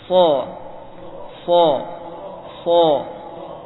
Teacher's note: Bukan diokkan caranya. Itu tebal dengan cara mengangkat pangkal lidah.